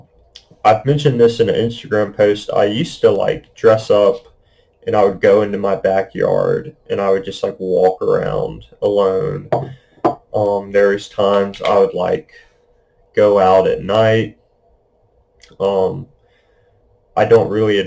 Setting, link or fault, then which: fault, poor microphone